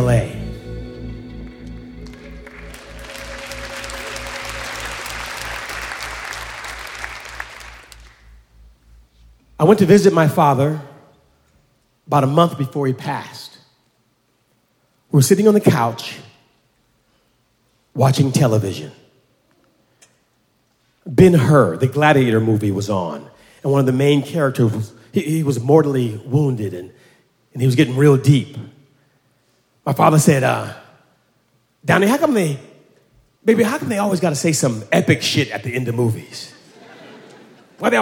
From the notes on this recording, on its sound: At Snap LIVE! in Brooklyn. At the Brooklyn Academy of Music.